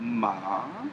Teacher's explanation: It starts low and rises. · Term: second tone